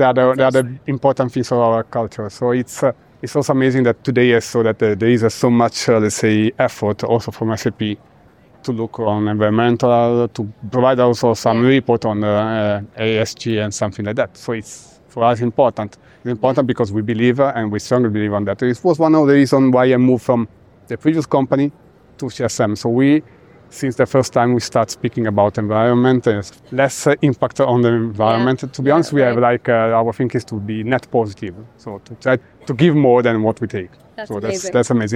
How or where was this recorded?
busy venue